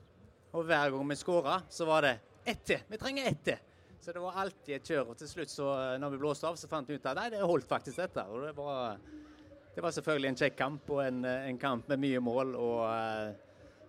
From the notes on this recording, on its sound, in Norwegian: Livepod. Live pod tatt opp før Viking-Brann 24.